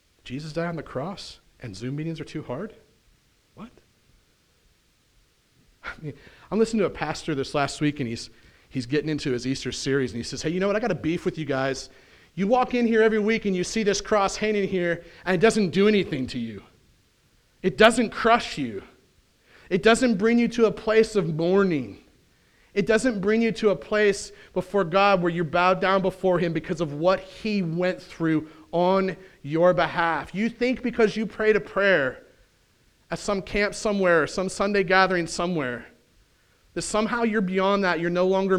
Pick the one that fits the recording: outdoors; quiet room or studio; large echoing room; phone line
large echoing room